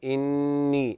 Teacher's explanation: حرف أغن مشدد، غن مقدار حركتين